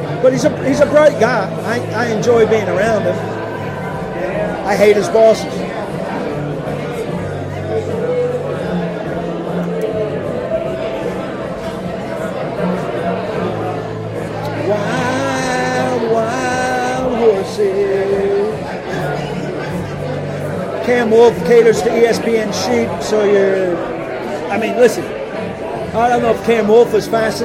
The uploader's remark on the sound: live from the Doghouse Saloon in Nashville